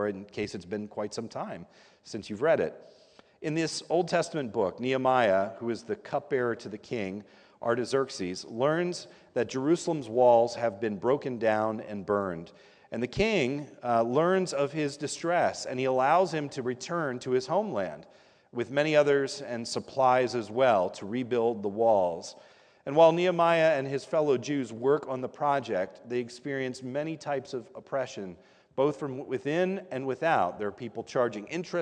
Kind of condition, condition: setting, large echoing room